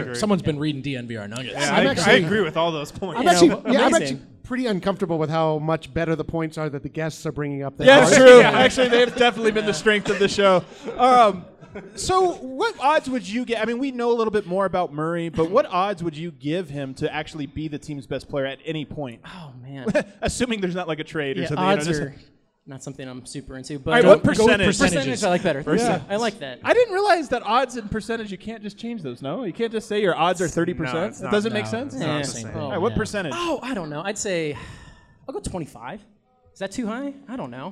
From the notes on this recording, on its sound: Live from Blake Street Tavern. Share the stage with guests and fans of the show.